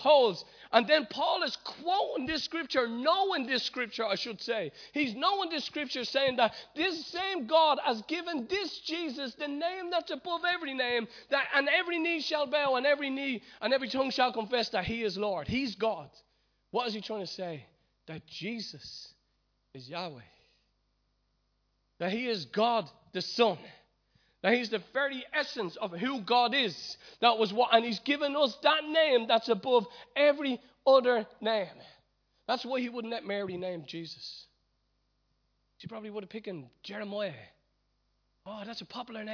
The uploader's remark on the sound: Recorded live at Liberty Church on 5th May 2019